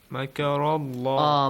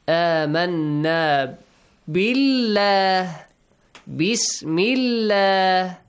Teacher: If we got a fatha or a dhamma before the word Allah, so the letter lam in the word Allah will be pronounced with a heavy sound, with an aw sound · Shown in: first take